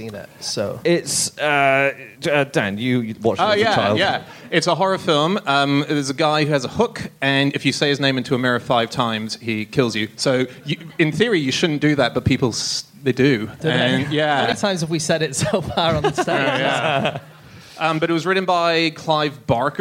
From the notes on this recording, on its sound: Live from Philadelphia.